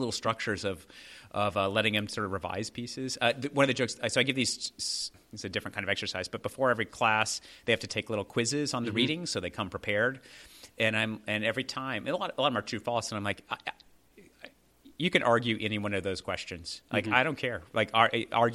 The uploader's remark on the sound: Caught up at the CTS conference this past summer in Newport, RI. Special thanks to the College Theology Society for enabling this episode to be recorded at the 2017 annual convention.